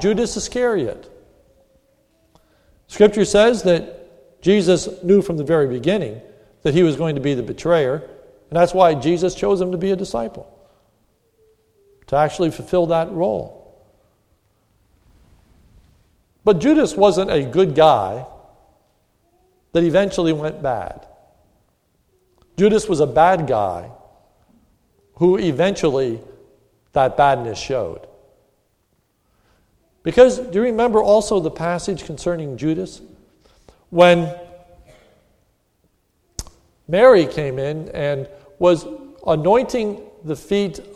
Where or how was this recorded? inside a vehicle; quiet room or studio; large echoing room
large echoing room